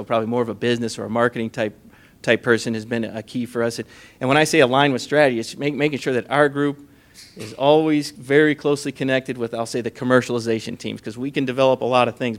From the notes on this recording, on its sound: This is the audio recording from the live event on 9/21/2017 at Rev1 Ventures.